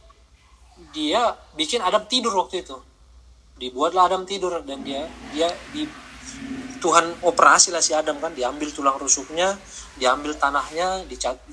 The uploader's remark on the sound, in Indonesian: Gmeet Malam Minggu.